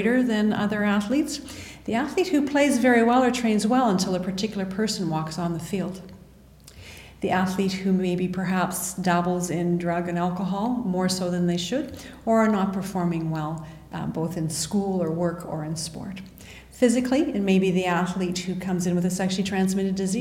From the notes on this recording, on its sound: LIVE from the IOC World Conference in Monaco